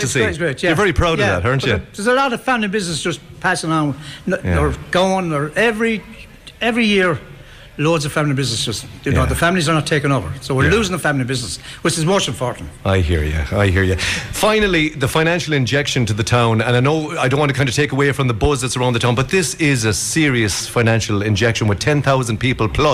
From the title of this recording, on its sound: live from Junie’s on The Square